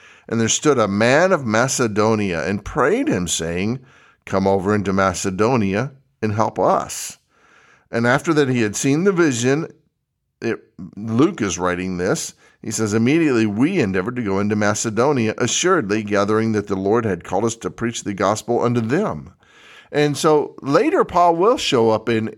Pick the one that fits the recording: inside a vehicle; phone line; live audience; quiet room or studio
quiet room or studio